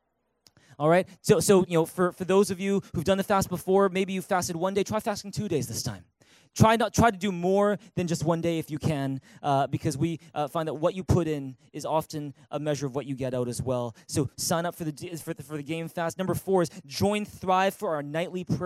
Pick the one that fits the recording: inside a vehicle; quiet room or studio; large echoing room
large echoing room